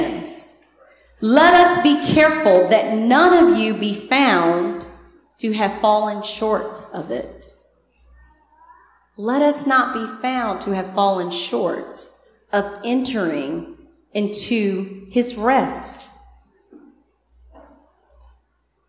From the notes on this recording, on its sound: Recorded on 2016-07-24 at the 11:30am Service